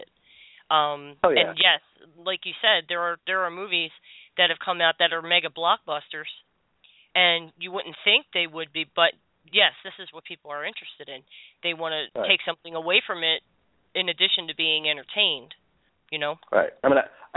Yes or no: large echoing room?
no